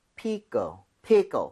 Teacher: 빠르게 하면 껄에 가깝게 자연스럽게 된소리가 될 겁니다